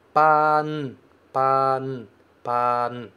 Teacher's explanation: Você fala o pa e depois você fecha com n, colocando a língua lá atrás do dente. Tá aqui o seu dente, tá aqui a sua língua.